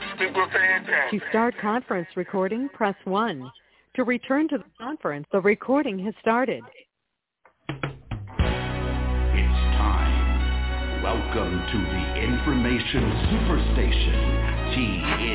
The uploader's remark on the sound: TNTSuperfantastic Conference Call.